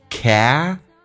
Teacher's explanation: T 可以发 D 这个发音，在美式发音轻轻的卷下舌头